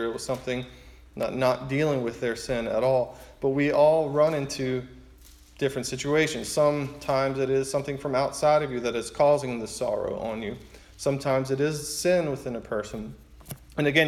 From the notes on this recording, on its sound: preaching at his church